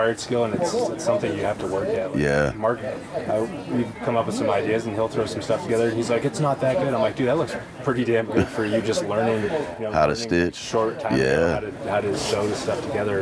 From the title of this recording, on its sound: Live from Western Hunt Fest